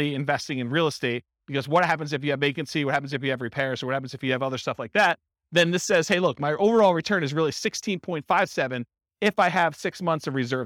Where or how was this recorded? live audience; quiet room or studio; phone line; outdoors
live audience